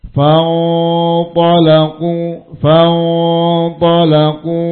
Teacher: Ikhfa tafkhim. Ikhfa tebal dengan mengangkat pangkal lidah ke atas, bibir bawah diangkat sedikit.